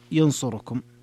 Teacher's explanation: جميع القراء عدا أبي عمرو قرأوا ينصركم بإتمام حركة الضمة على الواو. ينصركم، ينصر جاءت معها كم أو لم تأتي معها، تبقى ضمة الراء تامة، ينصركم. · Term: إتمام ضمة الراء